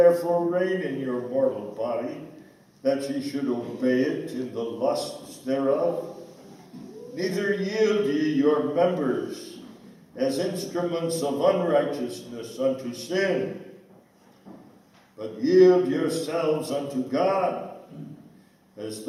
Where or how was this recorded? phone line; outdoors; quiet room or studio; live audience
live audience